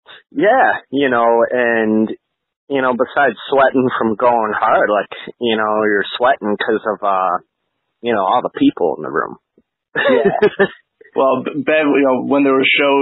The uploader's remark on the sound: A phone interview with frontman and guitarist.